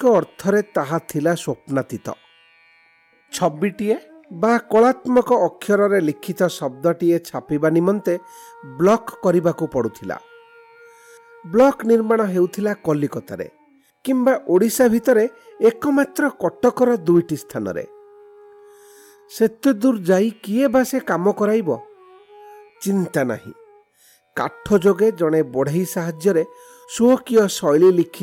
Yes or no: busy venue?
no